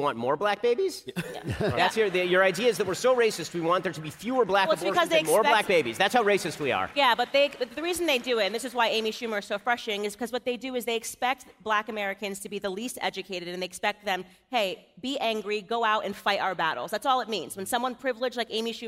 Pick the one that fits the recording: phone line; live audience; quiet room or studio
live audience